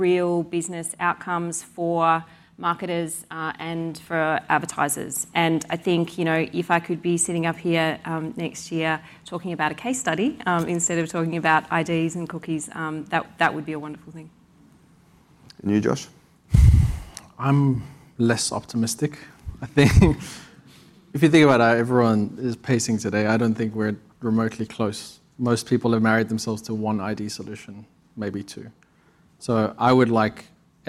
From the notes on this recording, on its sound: recorded at Advertising Week APAC 2022